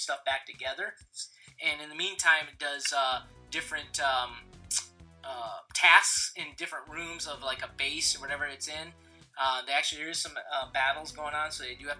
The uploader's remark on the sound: The audio was having problems this episode so it is a slightly worse quality this week.